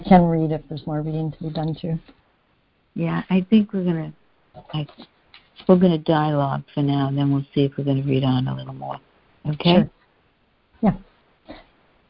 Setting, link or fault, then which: link, phone line